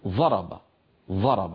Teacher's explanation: فنجد أنه في البادية في الأعراب والبوادي يبدلونه ظاء، فيقول أحدهم مثلا بدل ضرب يقول ضرب ضرب، هكذا بالظاء، يجدونها أيسر على ألسنتهم من الضاد الأصلية.